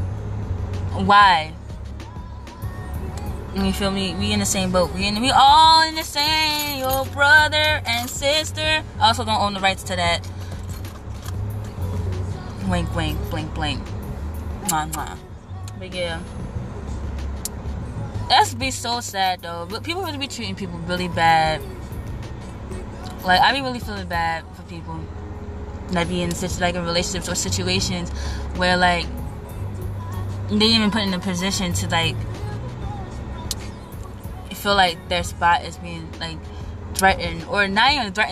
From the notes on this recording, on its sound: I got on instagram live and decided to do my podcast on live